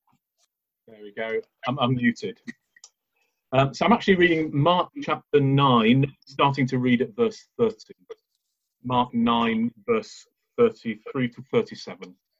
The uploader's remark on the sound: Recording of the zoom service.